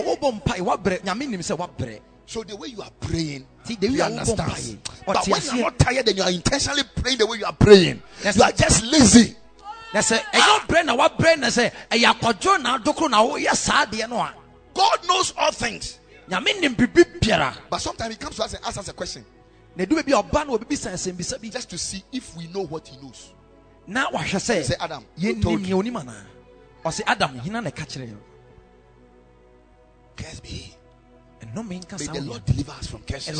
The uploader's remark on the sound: Preached at Ekklesia Chapel